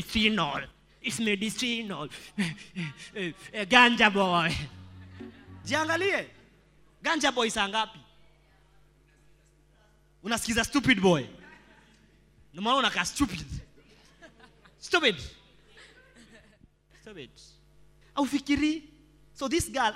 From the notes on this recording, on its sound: preached during our Sunday service